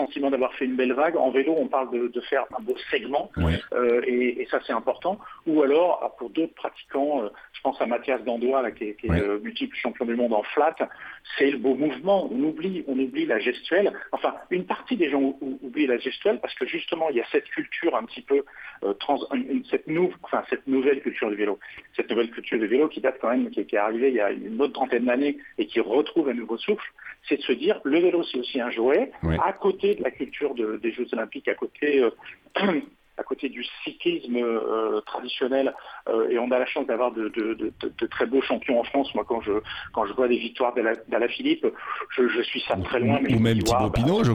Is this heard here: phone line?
yes